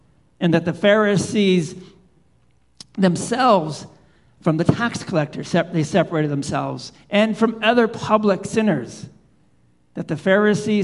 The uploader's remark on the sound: Live Worship Service